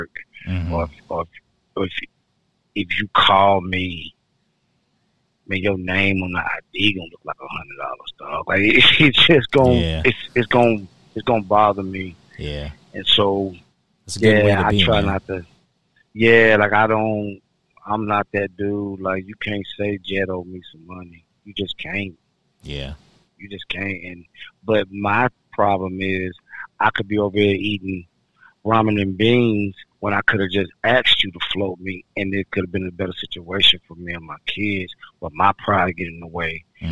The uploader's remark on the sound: Run some conversation over the phone. Please bear with us on the audio quality.